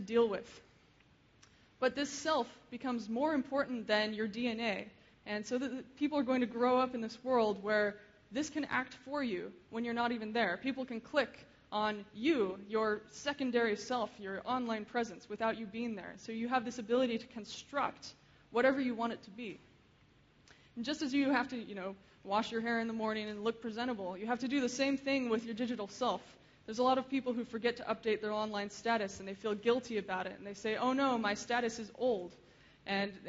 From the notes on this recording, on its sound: Keynote speech. Frontiers of Interaction 2011.